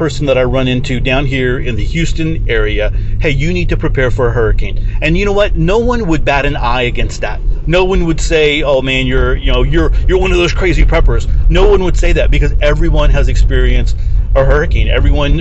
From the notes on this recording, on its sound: This episode was recorded in the truck on the way to work.